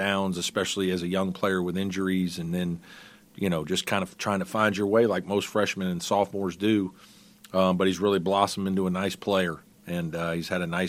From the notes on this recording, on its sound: postgame press conference